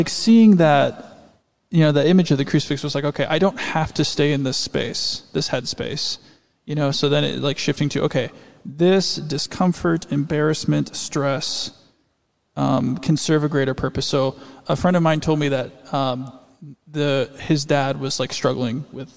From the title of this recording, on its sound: LIVE from St. Matthias